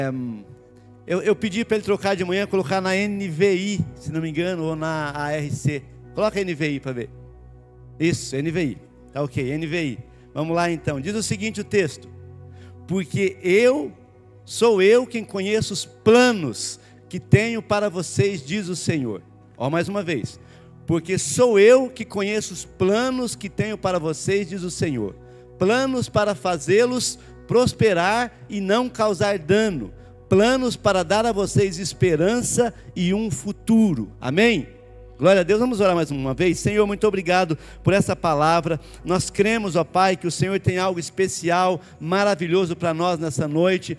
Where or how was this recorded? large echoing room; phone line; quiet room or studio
large echoing room